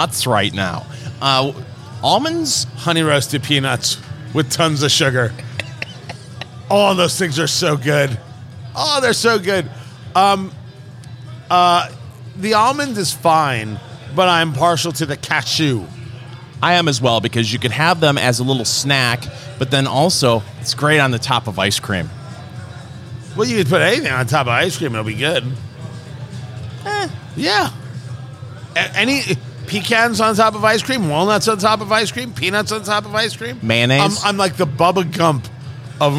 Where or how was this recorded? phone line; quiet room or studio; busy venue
busy venue